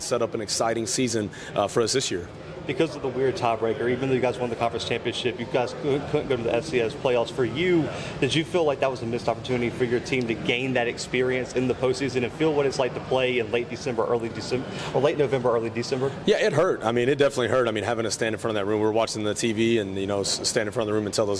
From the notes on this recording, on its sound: live from United Athletic Conference Media Day in Arlington, Texas